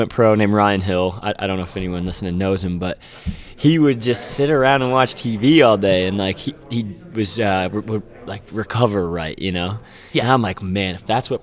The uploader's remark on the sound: LIVE from Caesars Palace in Las Vegas